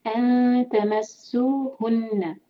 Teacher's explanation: أن پر ہم کریں گے إخفاء لیکن یہ لائٹ إخفاء ہے تو زبان کو نیچے ہی رکھیں گے اوپر نہیں کریں گے بالکل بھی أن تمسوهن غن نون پر